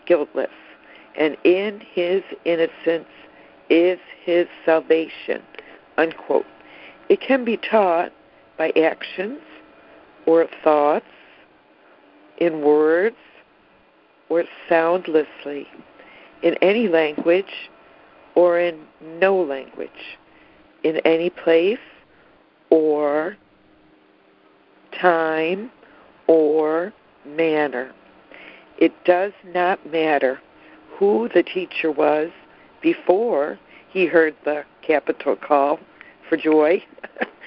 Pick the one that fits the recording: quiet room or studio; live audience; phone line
phone line